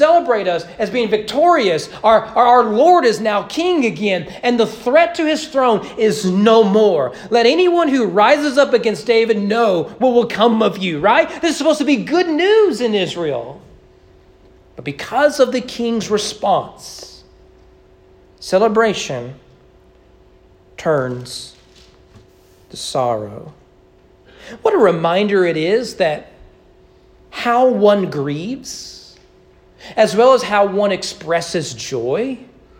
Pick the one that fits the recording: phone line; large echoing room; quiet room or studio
large echoing room